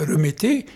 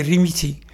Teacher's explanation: dans le parler arabe, l'accent « et » n'existe pas, c'est plutôt le « i » qui existe · Shown in: second take · et ne prononce pas, au lieu de dire « remettez », il dit « rimiti ».